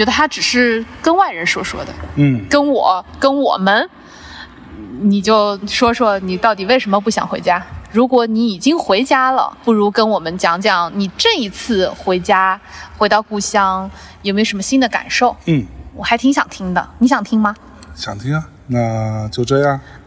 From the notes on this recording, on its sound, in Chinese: 在中秋之日的傍晚时分，在连云港的小河旁，他们边散步边聊天，便录制了这期伴随着自然环境音的“路边风”。